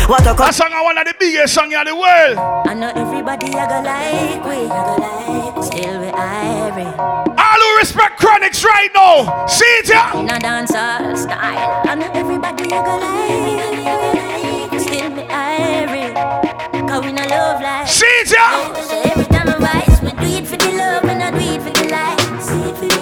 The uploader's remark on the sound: Live Inside Club Gym Orange Walk Town June 30th 2018